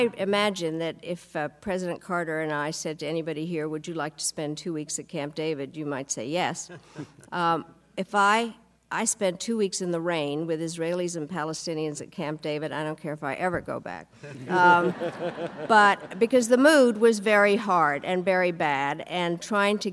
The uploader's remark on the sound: to a sold-out audience at The Carter Center